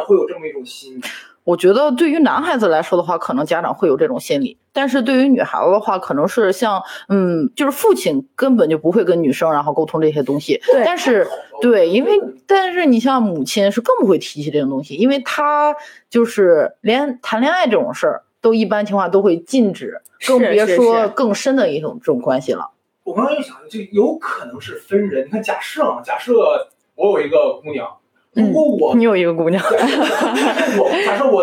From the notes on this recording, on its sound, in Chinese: 本期两位主播请来两位女性嘉宾。但是录制时发生意外，音质欠佳。